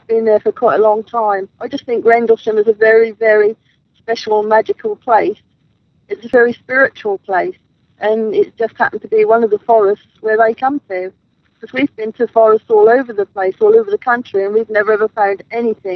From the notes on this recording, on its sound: live from Rendlesham forest